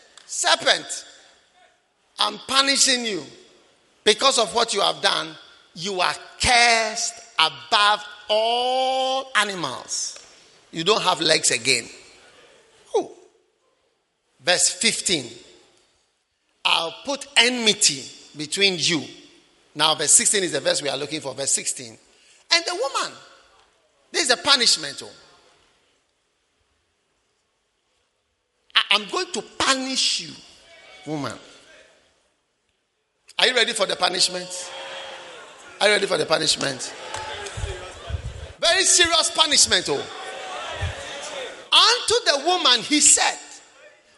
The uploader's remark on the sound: Preached at the Prophetic Encounter Service.